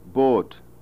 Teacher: Number 12 is the pure vowel o, as in a Scottish pronunciation of the word boat. The normal American pronunciation is boat, which is a diphthong from approximately an O toward an U, boat.